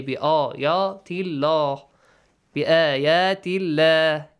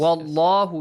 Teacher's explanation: the letter lam in the word Allah bi ayatillah is pronounced basically a light lam. But the next one is wallahu, it's a heavy lam.